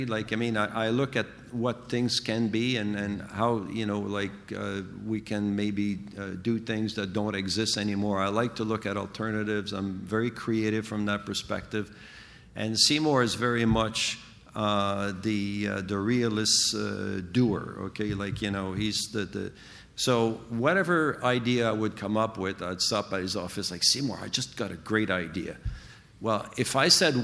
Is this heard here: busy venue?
yes